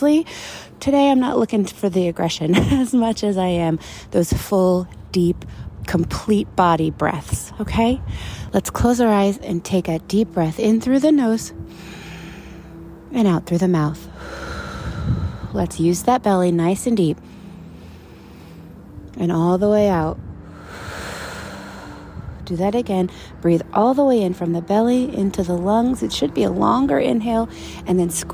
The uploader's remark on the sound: A special outside recording edition